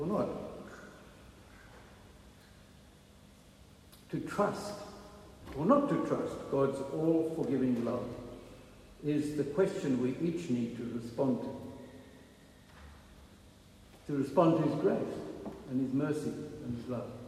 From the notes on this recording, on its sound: Recorded at the 9:30am service on Sunday 21st May 2023